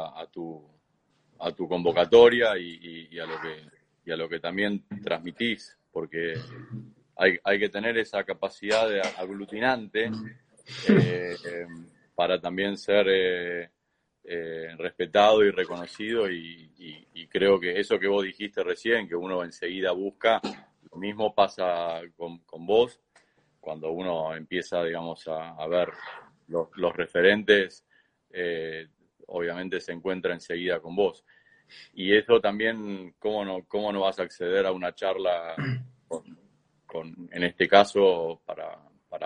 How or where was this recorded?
video call